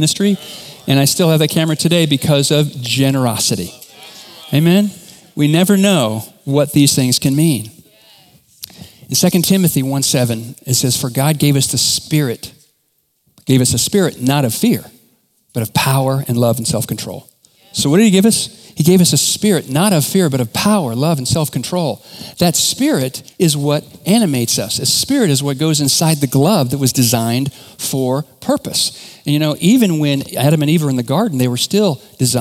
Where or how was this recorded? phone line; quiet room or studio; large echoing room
large echoing room